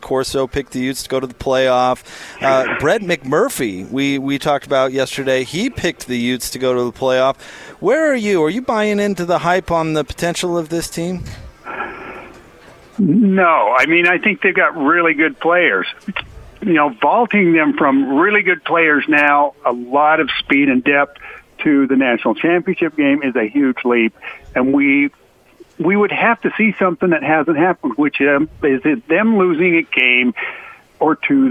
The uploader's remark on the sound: LIVE at Murdock Hyundai in Lindon